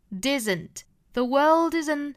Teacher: world 和后面的 isn't 的连读呢就是 disn't The world isn't 尾部的这个 t 呢是要省掉的 split 和后面的 into 连读 split into good people 这个 good 尾部的的省读那昨天呢我们讲到的这个